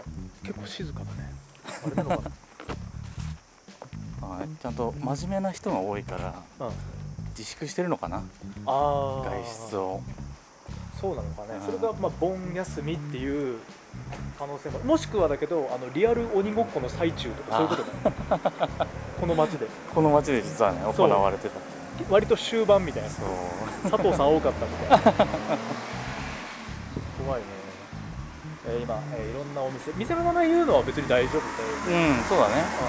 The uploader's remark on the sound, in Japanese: 鹿角市毛馬内でロケ収録。今回は秋田県鹿角市の毛馬内で街ブラしながら収録。